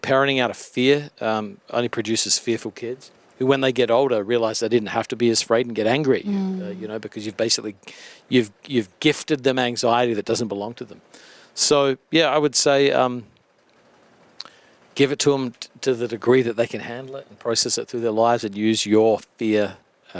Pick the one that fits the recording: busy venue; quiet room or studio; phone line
busy venue